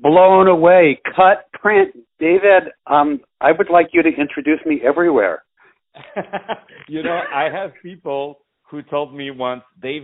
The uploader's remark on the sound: On the phone